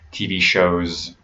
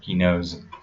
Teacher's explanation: So when you're adding the S sound at the end of a vowel, what happens is many times in English, what we do when we have a vowel sound and then an S, we actually use a Z sound